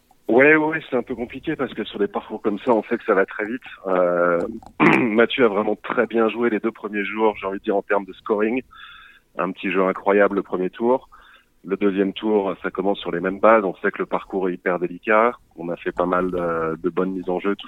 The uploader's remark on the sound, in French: Joint par téléphone. Enregistré le mercredi 20 juin 2018 à L'Equipe, 92100 Boulogne-Billancourt.